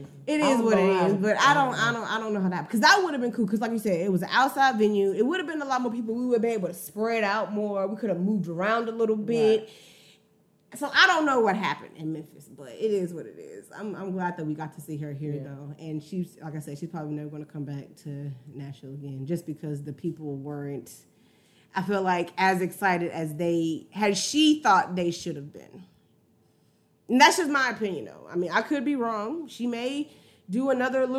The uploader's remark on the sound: LIVE from Badubatron